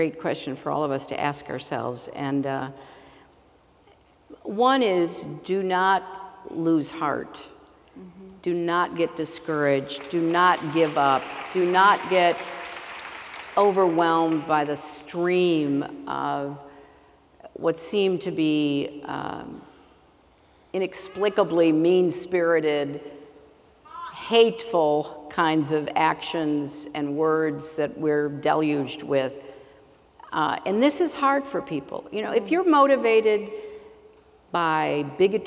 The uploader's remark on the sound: addresses a sold-out, raucous crowd at The Paramount Theatre